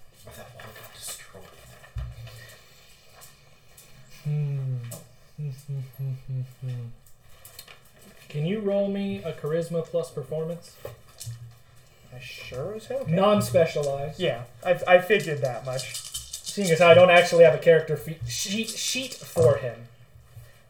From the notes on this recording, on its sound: The full unedited audio of our second session, be warned that the audio is unbalanced. We are still working on the mic problems.